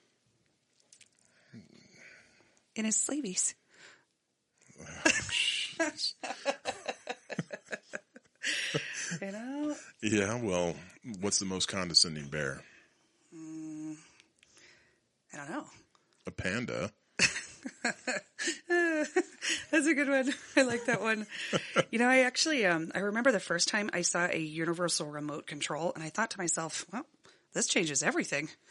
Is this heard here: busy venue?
no